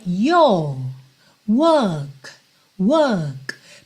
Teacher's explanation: eu fecho com o K, mas eu não chego a enrolar a minha língua ali no work